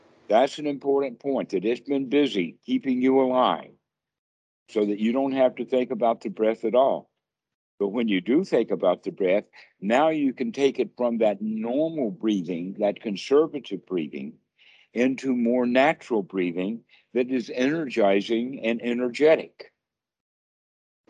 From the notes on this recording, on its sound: skype calls